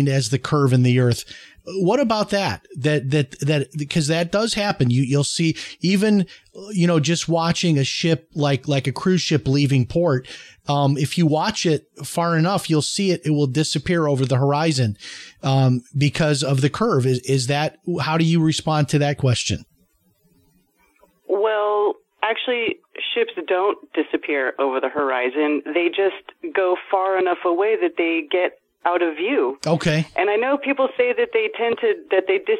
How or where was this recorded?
phone line